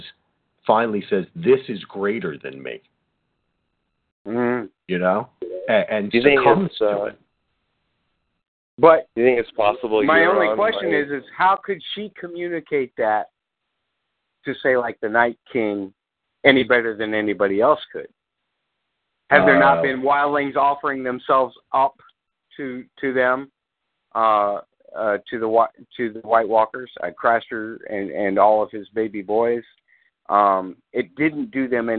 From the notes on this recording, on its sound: Fan Call.